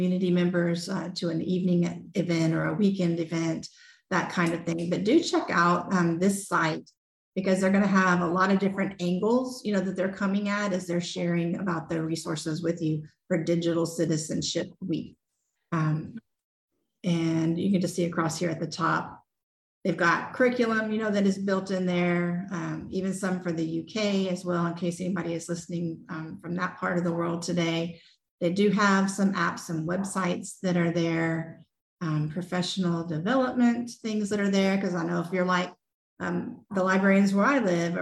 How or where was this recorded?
video call